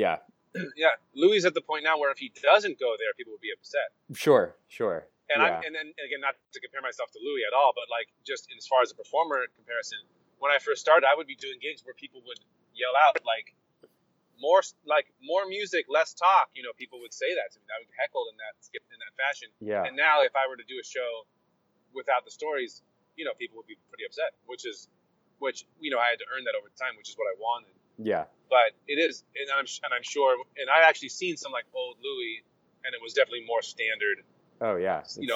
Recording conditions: inside a vehicle